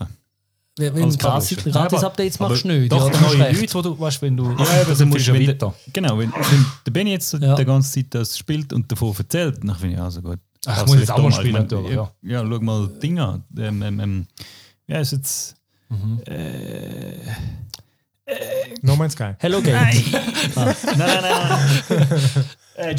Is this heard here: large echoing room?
no